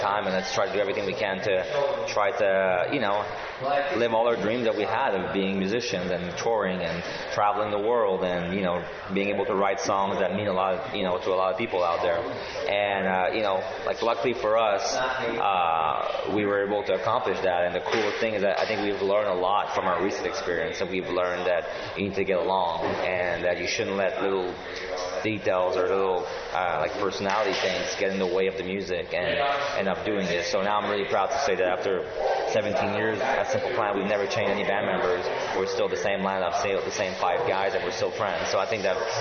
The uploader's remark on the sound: EXCUSE the background noise as this was done in Algonquin College when the band was doing press, and other members were being interviewed as well.